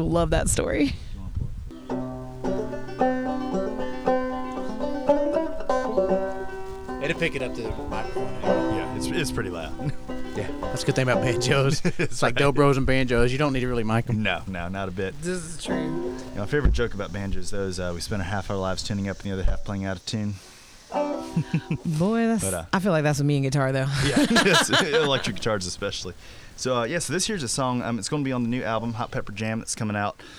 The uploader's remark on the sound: live from "The Bird's Nest"